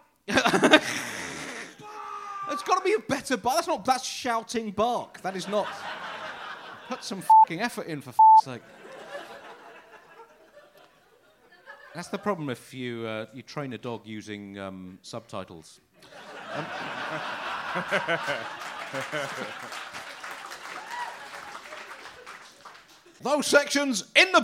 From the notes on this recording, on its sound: Recorded live at The Leicester Square Theatre.